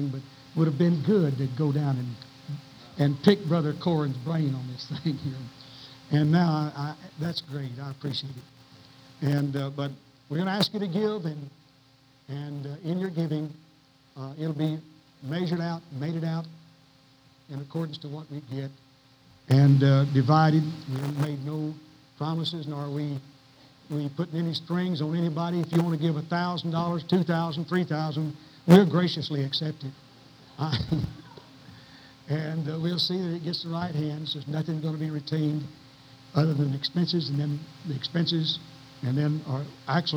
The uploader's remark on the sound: Please forgive the sound quality of this old cassette!